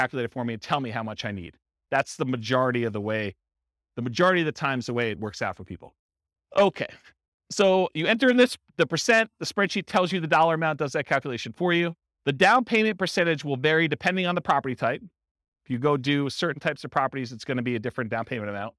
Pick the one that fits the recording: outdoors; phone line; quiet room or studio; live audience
live audience